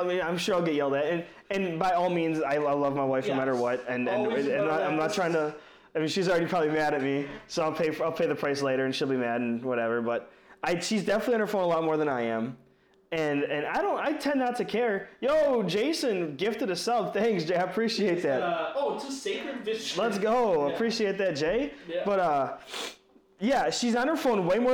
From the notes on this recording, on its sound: Sorry for the audio issues, being our 2nd recording we are learning to prevent the issues, and upgrading our tech to make it even better.